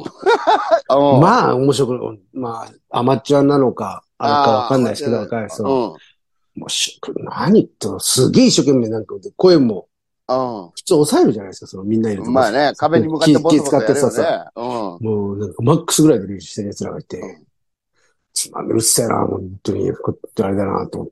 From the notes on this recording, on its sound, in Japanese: ZOOMで収録。